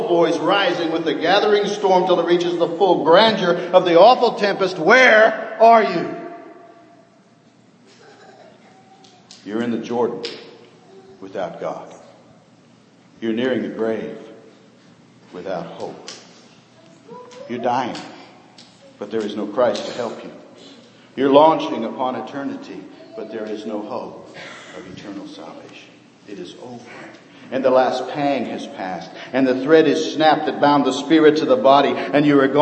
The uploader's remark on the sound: Sermon preached on Old Fashioned Sunday, 2012.